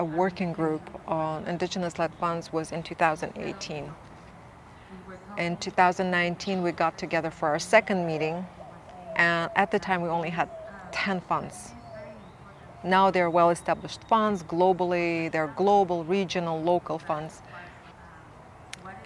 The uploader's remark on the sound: At the International Funders for Indigenous Peoples' Global Conference in Mexico, we videoed a very inspiring conversation